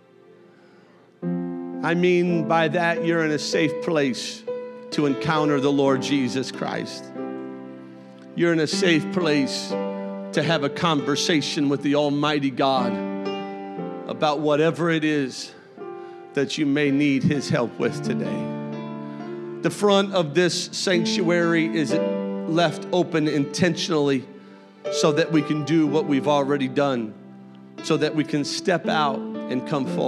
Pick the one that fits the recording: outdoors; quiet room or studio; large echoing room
large echoing room